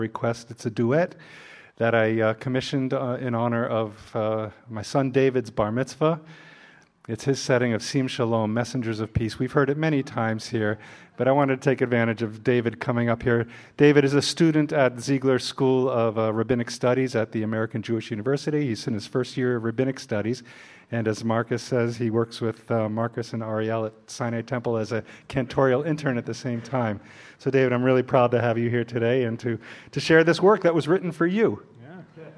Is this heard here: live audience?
yes